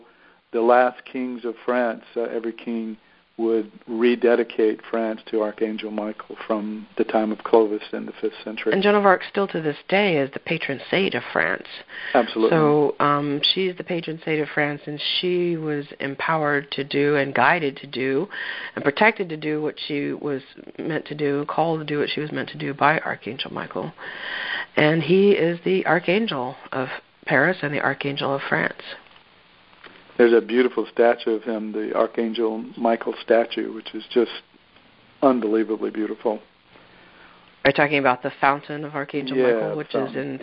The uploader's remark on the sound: Mystical France Pilgrimage Teleconference 2.